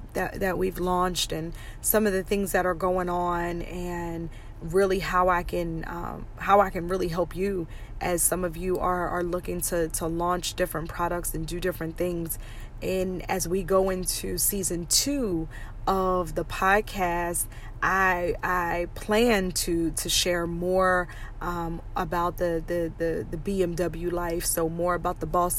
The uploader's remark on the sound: Car Conversations. Let's just have a quick chat in the car!